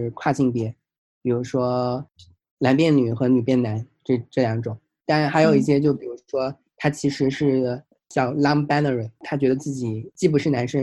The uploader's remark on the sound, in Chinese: Zoom 连线对话